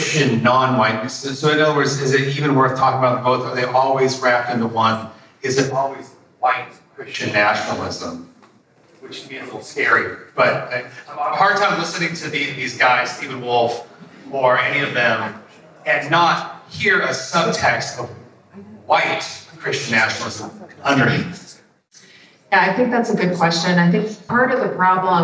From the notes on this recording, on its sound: During this breakout session from Freedom Fest 2023. With a special video contribution.